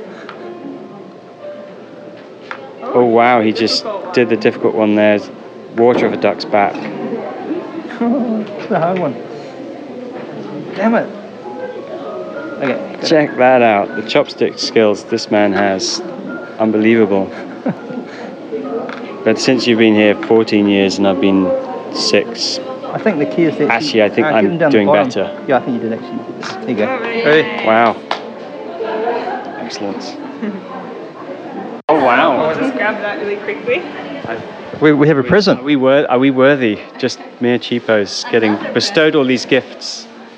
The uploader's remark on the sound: A special on location recording of the “Best Of Japan Tour” in Coredo Muromachi. The tour we went on is essentially a food tour with nibbles, you can hear our munching sounds on the podcast.